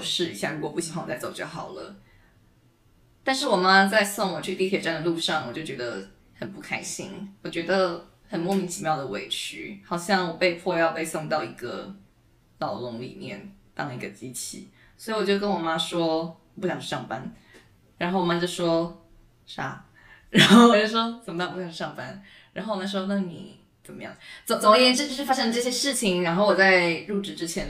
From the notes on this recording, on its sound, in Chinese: 这集回音有点大，我们还在找出原因，希望之后不会有！